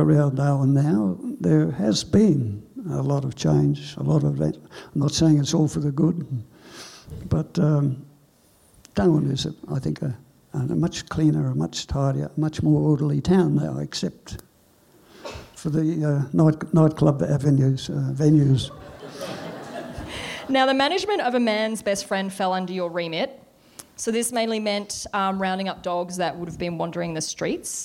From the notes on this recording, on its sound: SPUN: True Stories Told in the Territory is a live storytelling event that showcases some of the extraordinary people and stories that make up the Northern Territory. Popping up at different venues across Darwin, working with a range of partner organisations with a different theme each time, SPUN brings to light stories from diverse backgrounds.